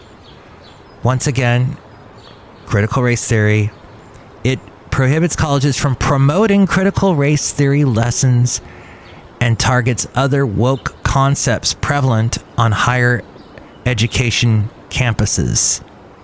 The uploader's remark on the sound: podcasts live from Cafe Anyway